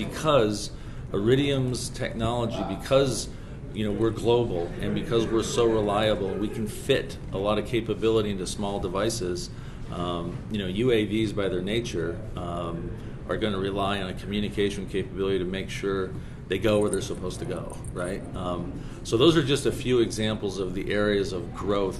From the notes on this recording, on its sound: At the Satellite 2023 conference in Washington, D.C.